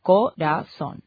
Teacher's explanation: Por ejemplo, corazón, que termina en N, se acentúa en la O, que es la última sílaba · Term: palabras agudas